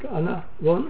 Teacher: Das ist nur eine Hiatusvermeidung. Also zwischen zwei Vokalen steht so ein Gleitlaut